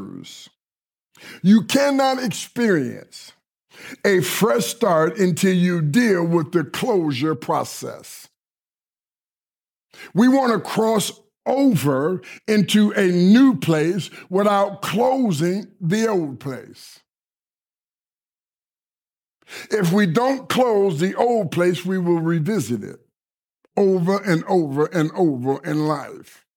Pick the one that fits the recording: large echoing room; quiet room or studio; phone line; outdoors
large echoing room